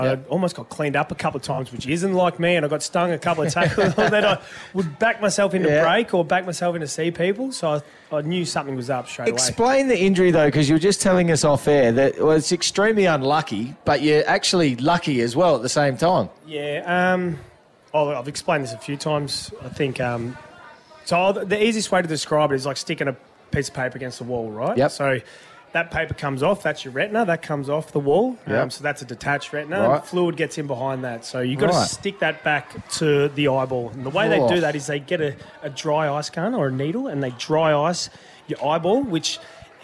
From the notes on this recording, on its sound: We're broadcasting live from Alberton Oval for the 'summer Showdown’.